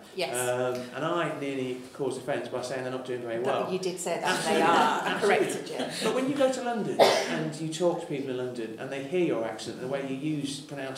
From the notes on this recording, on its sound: Held their first live event at The People’s Powerhouse, which is committed to creating a better and more equal North.